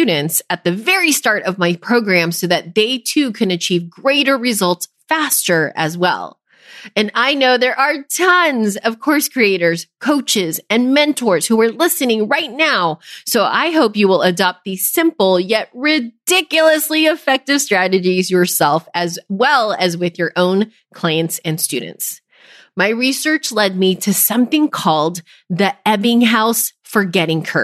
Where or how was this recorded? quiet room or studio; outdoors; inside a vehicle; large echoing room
quiet room or studio